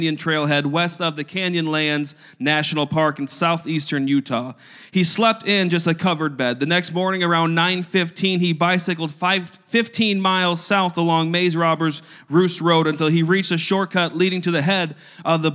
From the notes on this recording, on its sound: a service recording from Connect Point UPC